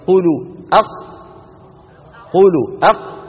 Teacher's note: أقصى اللسان قفل المنطقة تماما · Term: القاف